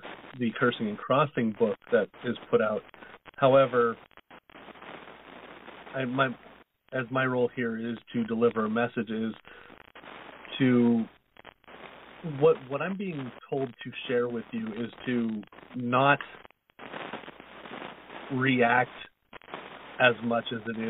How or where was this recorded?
phone line